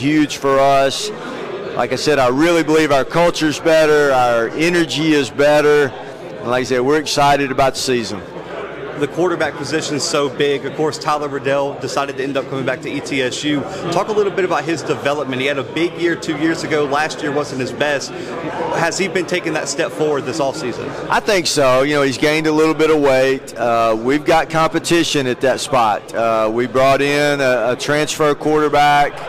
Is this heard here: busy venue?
yes